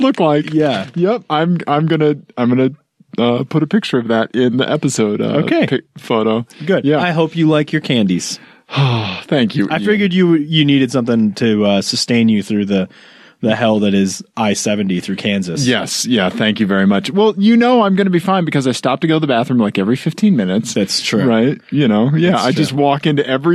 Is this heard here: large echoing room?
no